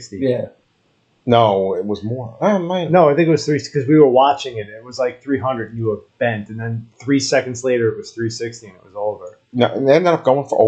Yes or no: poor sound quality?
yes